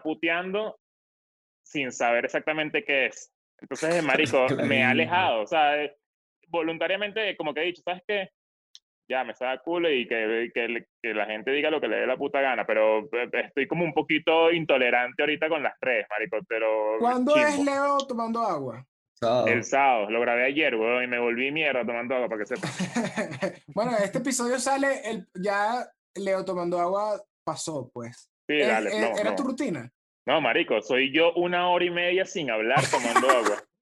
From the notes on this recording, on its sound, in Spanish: El Music Deal se conecta vía zoom